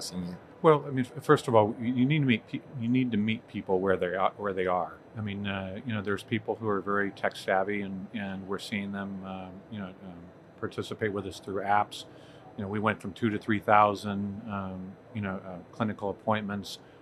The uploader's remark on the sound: Live from HLTH 2021.